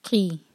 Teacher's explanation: قاف کے نیچے کسرہ کلیئر، اس کو قے کا ساؤنڈ نہیں دیں گے، یہ ہے قی. قِس اور سین پر سیٹی جیسی آواز.